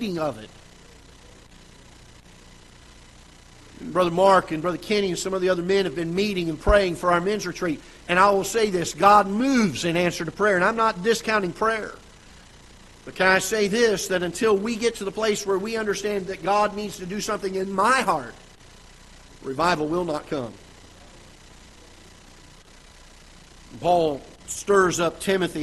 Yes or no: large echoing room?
yes